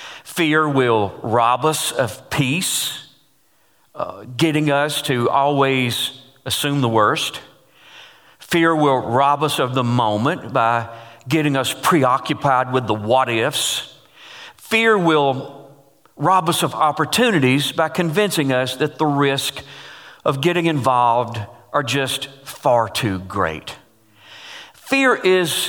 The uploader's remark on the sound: Taken from GCC Live: March 22